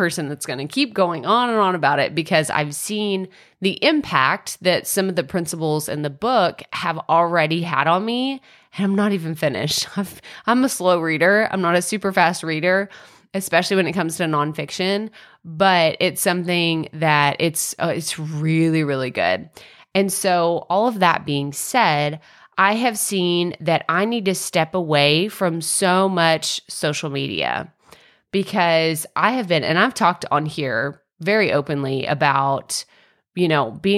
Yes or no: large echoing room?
no